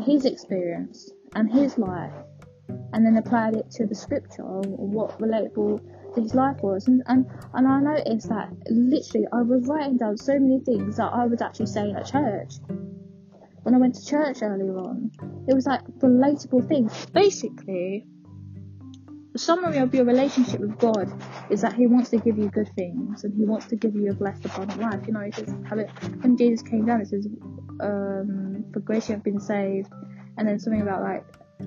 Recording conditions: poor microphone